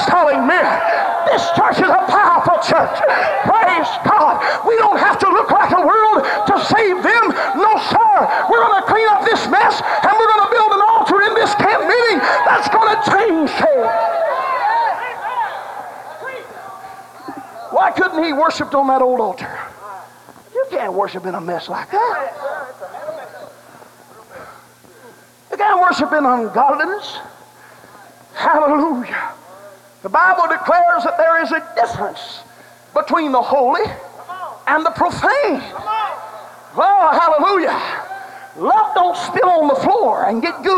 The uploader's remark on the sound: preached at an ALJC General Conference